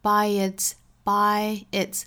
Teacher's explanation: by its 有一个小小耶来衔接 · Term: 连读